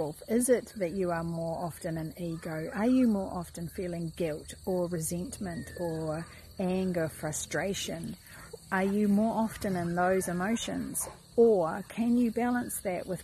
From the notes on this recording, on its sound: Don't mind the huffing Rottweiler bouncing around in the background or my distraction of the red reflecting in the video as I did this live.